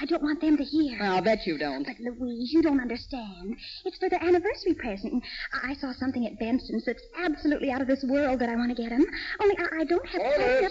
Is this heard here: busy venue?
no